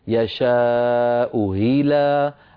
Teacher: إما أن نأتي بهمزة مسهلة مكسورة هكذا يشاء إلى، أو واو مكسورة واو صريحة يعني نقولها هكذا يشاء إلى، أو وي واو مكسورة يشاء إلى صراط، هكذا رواها الإمام نافع رحمه الله تعالى.